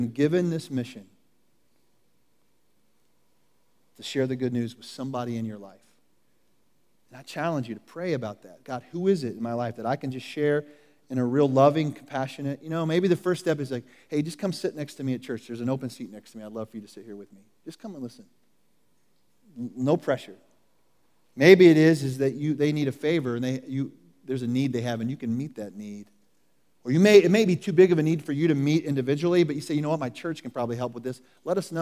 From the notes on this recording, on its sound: Recorded at The Calling Community Church located in Platte City, Missouri. Services are held in the Platte County High School auditorium at 10:30 a.m.